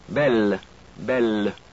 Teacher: avoid swallowing the L by releasing it when it comes to the end of the word.